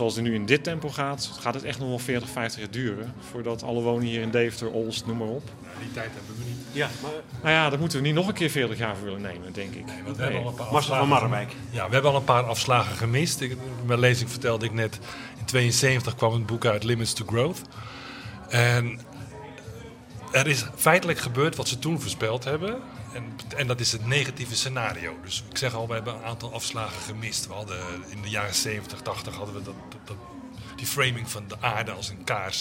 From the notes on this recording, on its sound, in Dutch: probeerden het antwoord te vinden op het Kennisfestival in Deventer